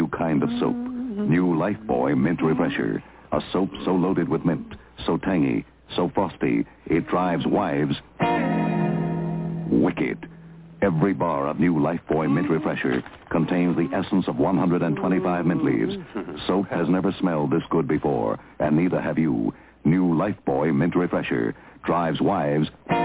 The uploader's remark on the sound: The phone lines are open in the second hour.